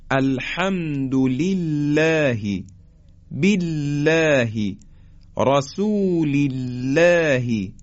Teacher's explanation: زمانی که قبل از الله کسره باشه، در اینجا دیگه نازک ادا میشه · Term: ترقیق